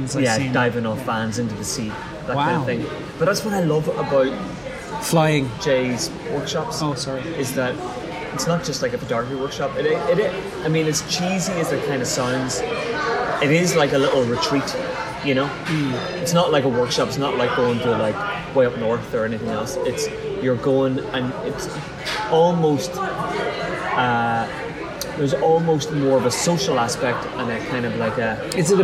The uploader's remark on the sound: This week's episode has some serious background noise annoyance. We decided to meet up half way to record this episode and it turns out that Mcdonalds is not the best place for recording audio.